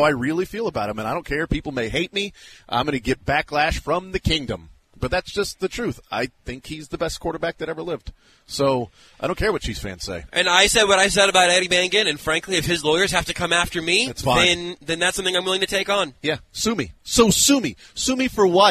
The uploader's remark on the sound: The Zone broadcasts live from the Kansas City Golf Show.